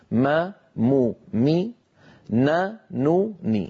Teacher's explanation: أنقص ما تكون يعني أقصر ما تكون في الميم والنون المتحركتين · Term: أقصر الغنن